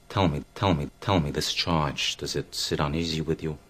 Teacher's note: The tip of his tongue hits a different place, hits his teeth, which is characteristic of a New York accent.